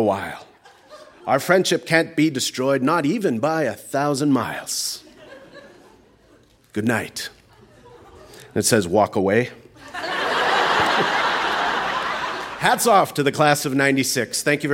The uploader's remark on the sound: Recorded live at the Hot Docs Podcast Festival in Toronto.